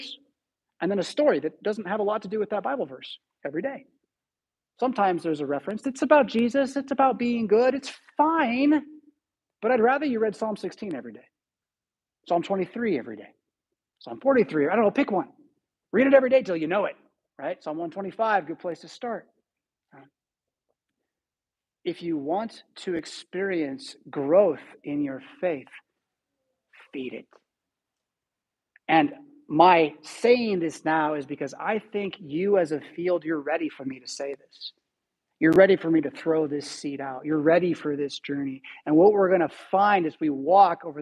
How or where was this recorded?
large echoing room